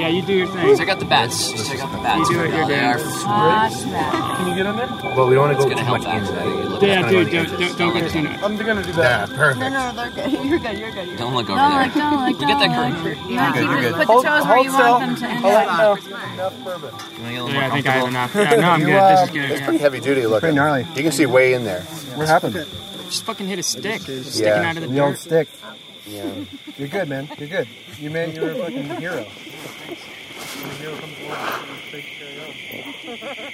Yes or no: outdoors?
yes